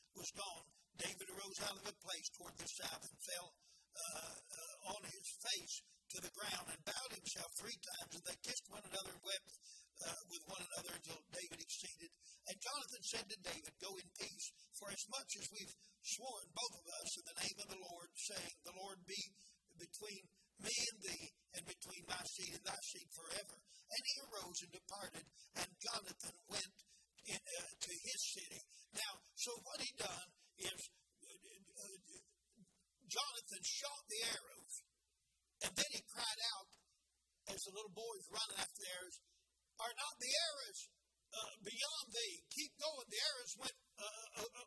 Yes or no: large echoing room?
yes